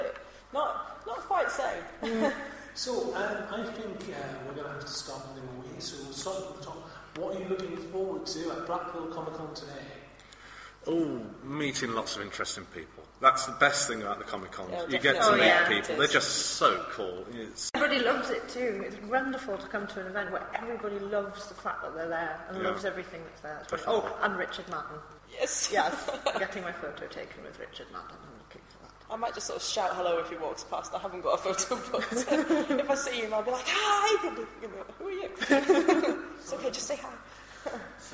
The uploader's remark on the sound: Blackpool Comic Con Special. Sound quality is low at points, due to the live recording.